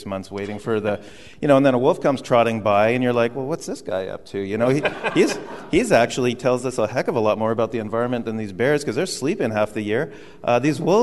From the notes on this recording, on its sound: On stage at The Mountineers in Seattle.